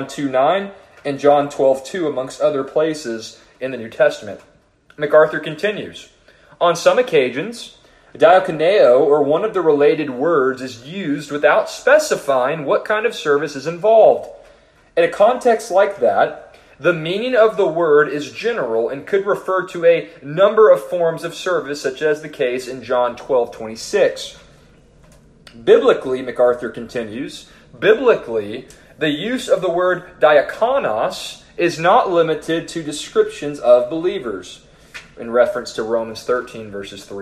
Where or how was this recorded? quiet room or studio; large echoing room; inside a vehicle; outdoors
large echoing room